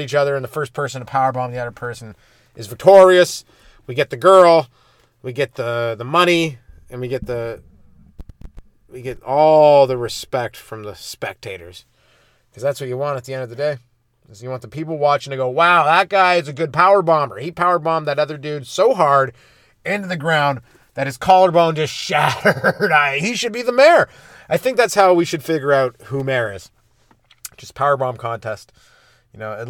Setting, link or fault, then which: setting, inside a vehicle